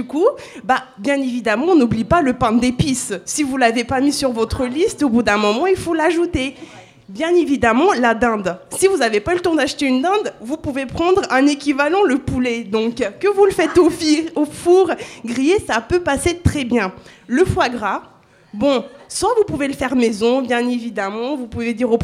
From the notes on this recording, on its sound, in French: Enregistré en public, au 6b, à Saint-Denis, 6 -10 Quai de Seine, 93200 Saint-Denis. À l'occasion des Portes Ouvertes du 6b.